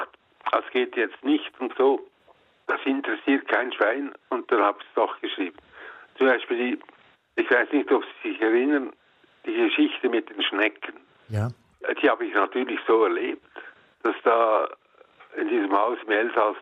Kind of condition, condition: link, phone line